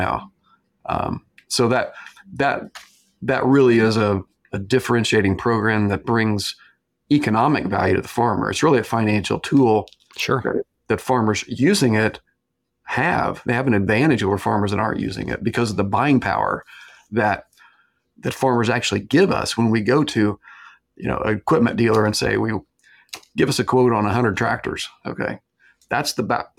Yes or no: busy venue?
no